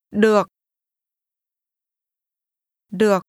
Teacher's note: This is pronounced with a low, falling, broken tone.